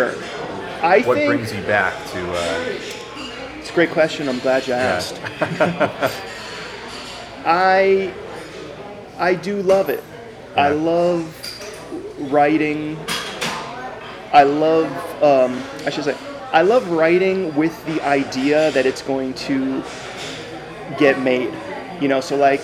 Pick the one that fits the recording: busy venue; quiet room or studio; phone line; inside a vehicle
busy venue